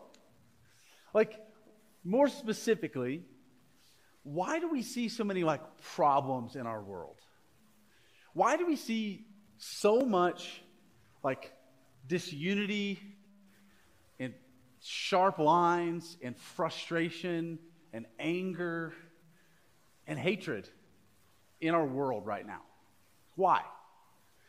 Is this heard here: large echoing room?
yes